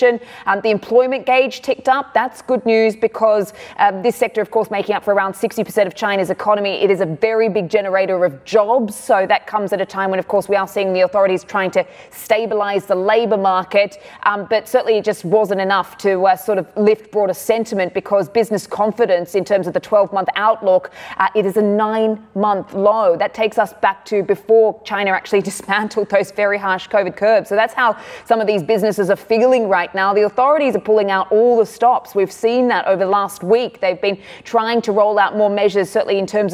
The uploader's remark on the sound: we are live at the IAA in Munich